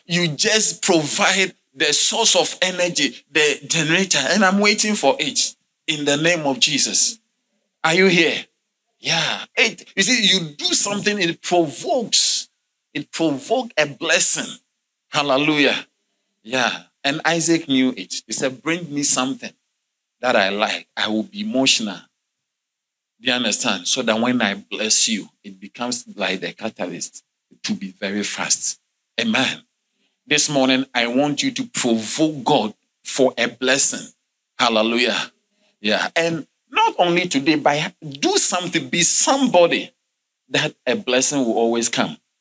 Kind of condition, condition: setting, large echoing room